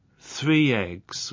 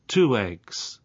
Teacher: three eggs, where you have a linking y sound, and two eggs, where you have a linking w sound